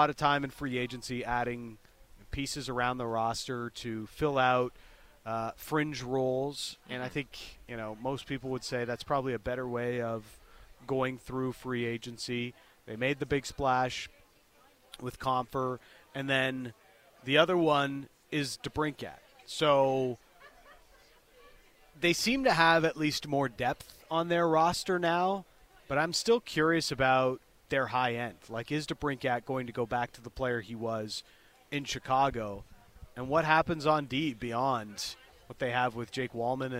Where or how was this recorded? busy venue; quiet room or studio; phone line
busy venue